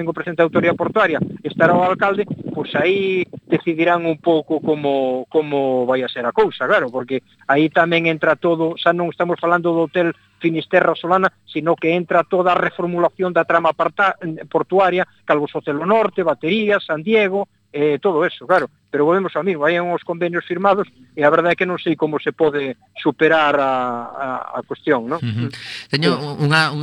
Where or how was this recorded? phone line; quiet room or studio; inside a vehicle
phone line